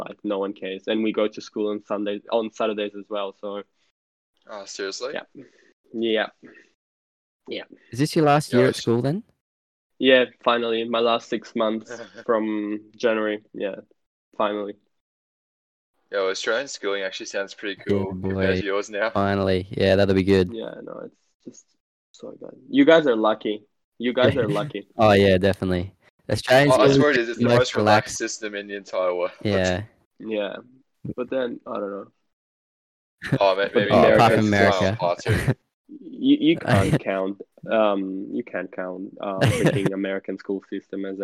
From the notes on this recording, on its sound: Join me over discord this episode. Sorry for the sound quality.